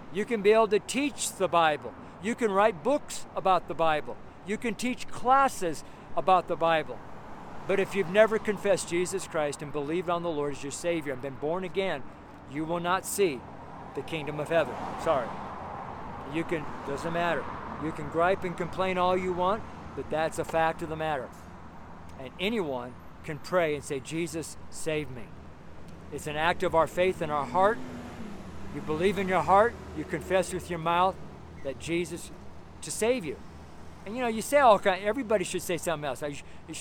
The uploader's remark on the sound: STREET SERMON